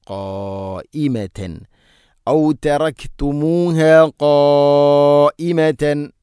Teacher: അതുപോലെ അവിടെ മദ് മുത്തസിലാണ്, മദ്ദിൻ്റെ അക്ഷരമായ അലിഫിന് ശേഷം ഹംസ അതേ പദത്തിലാണ്. 4-5 ഹർക്കത്തിൻ്റെ ഖദറിൽ നിർബന്ധമായിട്ടും നീട്ടണം.